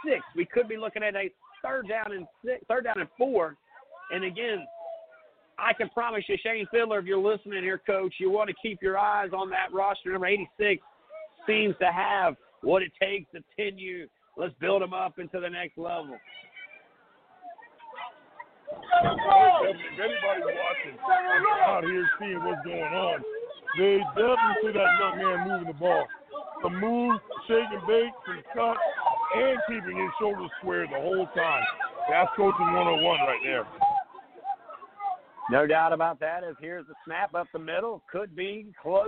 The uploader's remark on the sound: coming to you live from North Charleston at the Danny Jones facility